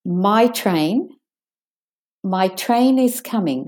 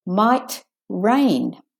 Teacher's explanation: But if you say it differently and you put a pause or a juncture or a stoppage on the T, you get might rain